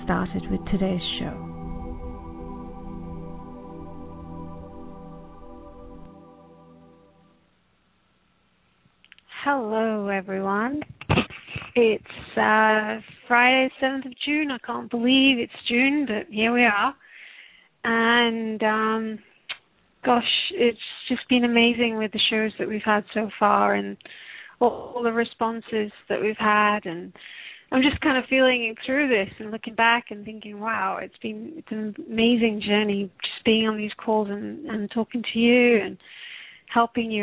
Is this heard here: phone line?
yes